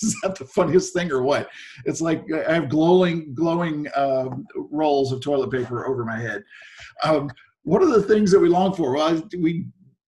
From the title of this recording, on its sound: Zoom Sunday